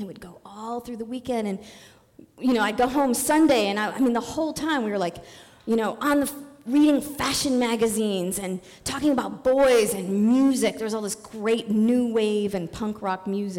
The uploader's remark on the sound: On The Road Series. Live in Dallas, OR.